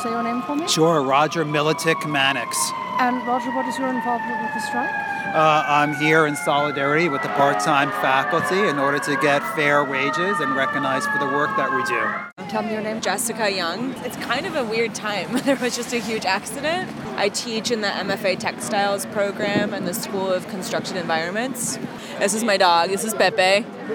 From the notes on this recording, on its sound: The sound of the picket line at the New School’s flagship University Center building at 5th and 13th Street bore witness to month-long strike by the University’s part-time faculty.